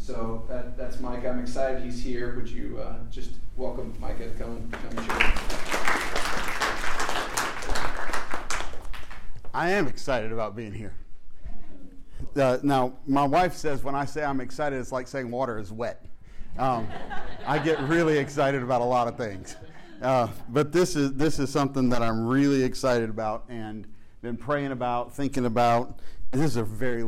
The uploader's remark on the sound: fields some questions from the audience